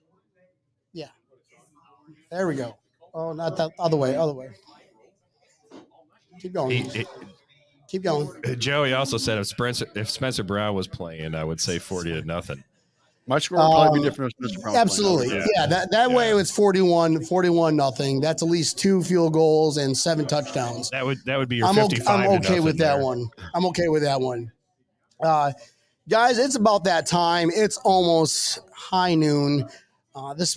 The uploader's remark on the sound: We're live from South Florida Bills Backers HQ, Brendan's Sports Bar!